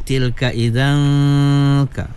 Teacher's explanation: tanwin bertemu dengan kaf, ikhfa hakiki, kena wajib guna dua harakat juga ya